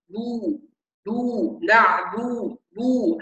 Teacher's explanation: ونحذر من تفخيم الباء، لان الباء المضمومه بتكون عرضه للتفخيم بسبب ثقل الضمه